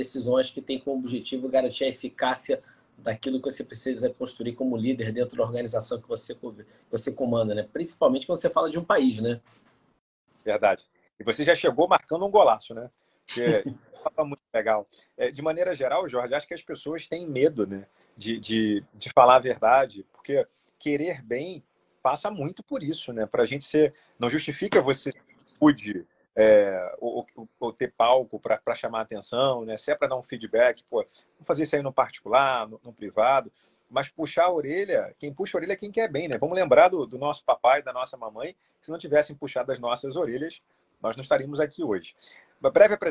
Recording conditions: video call